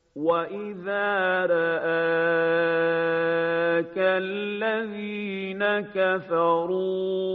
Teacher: در آیه 36 از سوره مبارکه انبیاء و اذا رآك، در اینجا حرف را مفتوحه و همزه مفتوحه و پس از اون الف را اک، میبینیم که در این کلمه اماله صورت میگیره اما به نحو تقلیل، یعنی اماله صغرا و بین بین